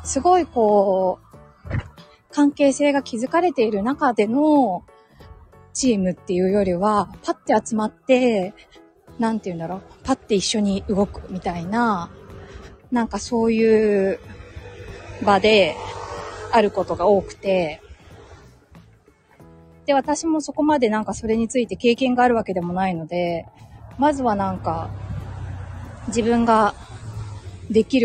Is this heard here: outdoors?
yes